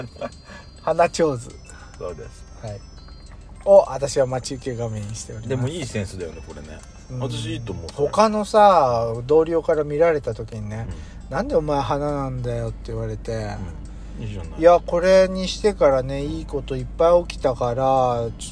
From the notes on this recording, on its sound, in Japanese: 2人組。パーキング収録。